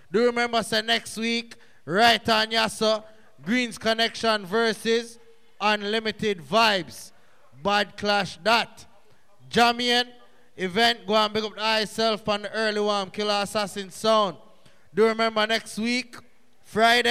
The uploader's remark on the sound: TOPAZ EVENT CENTRE, TORONTO 3/8/2020